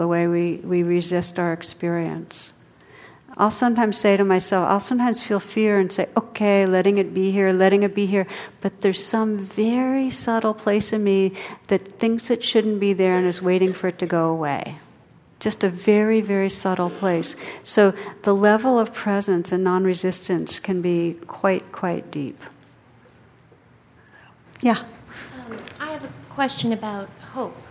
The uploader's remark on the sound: (Insight Meditation Community of Washington DC). Responds to questions from the sangha.